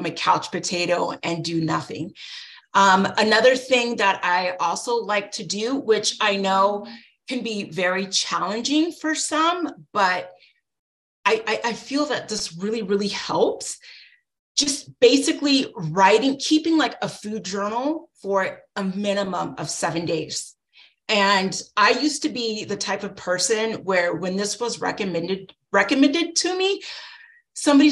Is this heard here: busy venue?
no